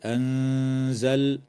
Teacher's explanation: وتخفى النون الساكنة عند الزاي مع الغنة مرققة في كلمة أنزل